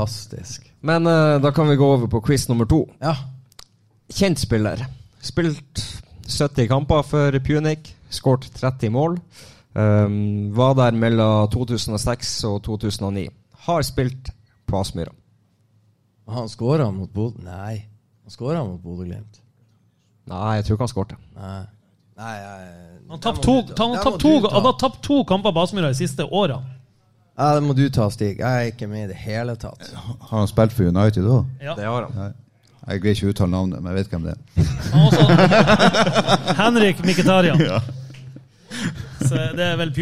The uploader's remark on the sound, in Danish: Live fra Sportsbaren. Ny livepod fra Sportsbaren.